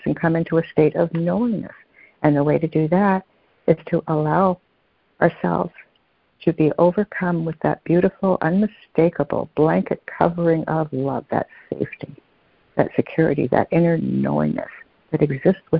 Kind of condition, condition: link, phone line